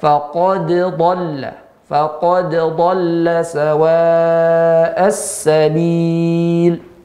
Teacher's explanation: da di ujung lidah sementara do di tepi lidah